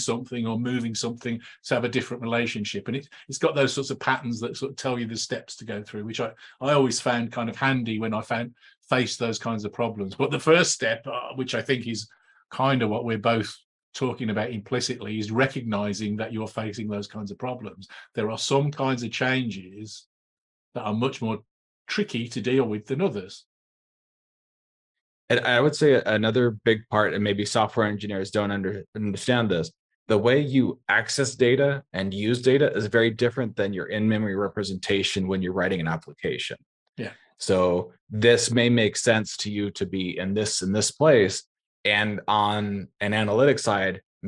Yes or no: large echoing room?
no